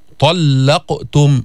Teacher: طاء حرف شديد، حرف مستعلي فيه تفخيم، مش طاء، ما في همس، ما تطلع هواء أنت عم تلفظ الطاء. طلقتم، بعدين اللام بعد الطاء ليست مفخمة، فلا تفخمها لأجل تفخيم الطاء.